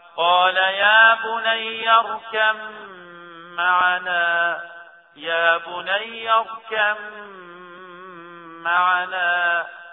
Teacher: ادغام بغنه والغنه مقدار حركتين، نضغم الباء في الميم في موضع واحد في القران الكريم في سوره هود.